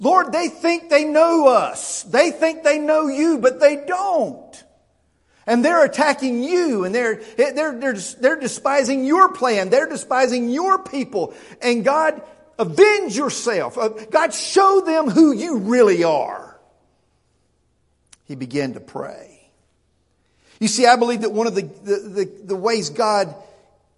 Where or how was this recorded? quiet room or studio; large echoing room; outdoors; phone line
large echoing room